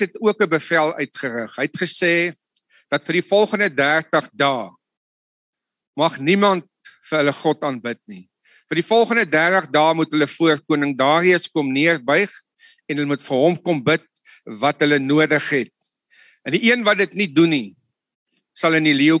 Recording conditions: video call